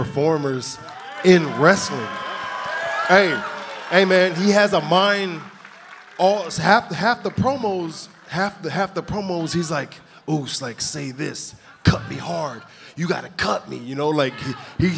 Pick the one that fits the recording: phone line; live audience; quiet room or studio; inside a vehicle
live audience